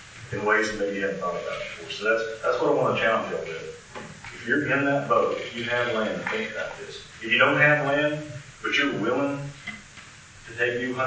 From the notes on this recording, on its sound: the recording from the NWTF seminar